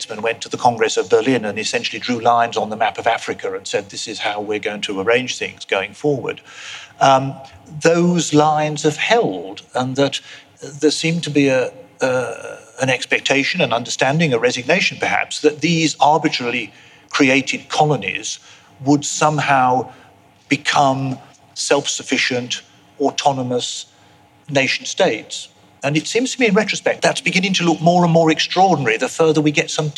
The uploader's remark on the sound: Recorded live at the V&A museum, in association with the Wolfson History Prize.